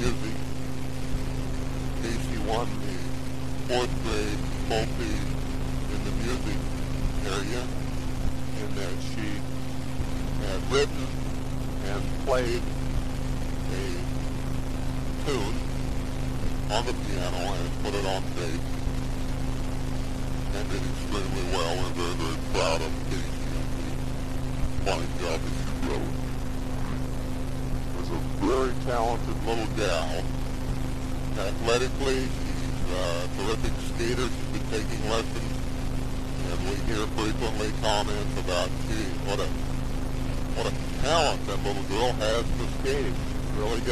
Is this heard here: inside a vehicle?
yes